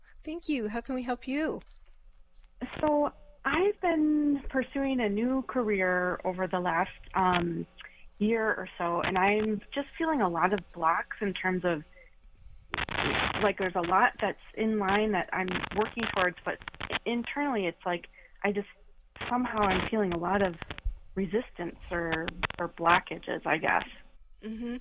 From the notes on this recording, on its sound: An Open Call-In Show Day